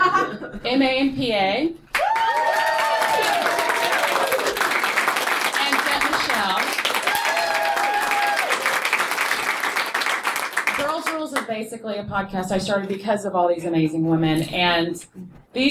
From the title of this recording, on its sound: Live From Balticon!